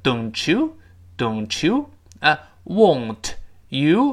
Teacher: t,如果碰到 you 前面那个 ye,又会变成 ch 这个声音